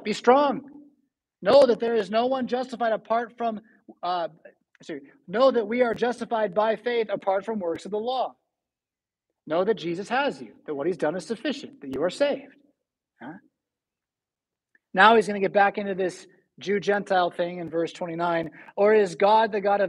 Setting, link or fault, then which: setting, large echoing room